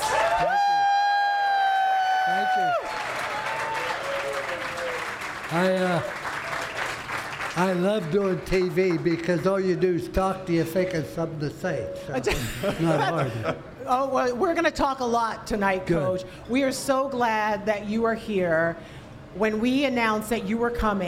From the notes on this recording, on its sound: News 6 Insiders and other viewers were invited into the room as Florida’s Fourth Estate hosted a live recording. Miller’s Ale House in Winter Park Village.